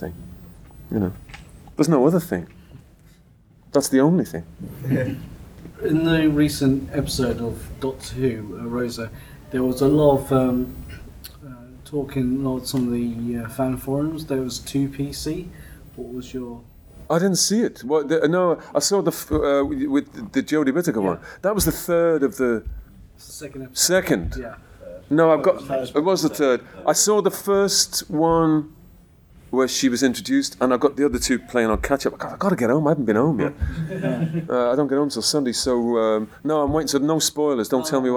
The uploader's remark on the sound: Recorded today at MCM London. Recorded today at MCM London.